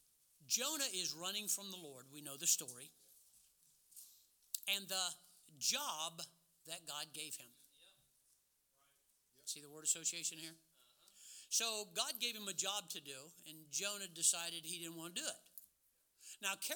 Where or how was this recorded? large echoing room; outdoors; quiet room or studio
large echoing room